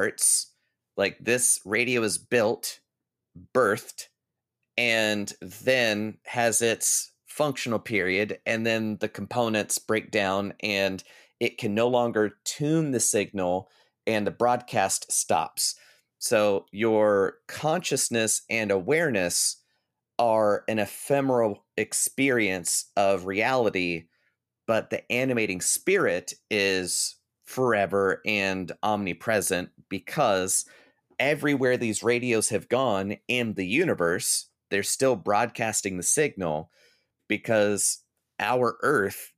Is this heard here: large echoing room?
no